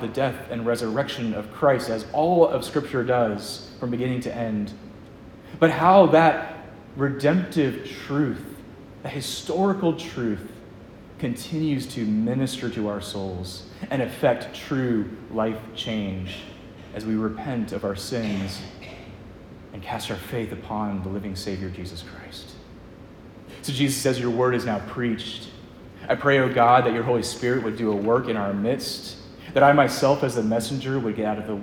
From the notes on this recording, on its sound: Preached at Edgemont, ARP in Covington, VA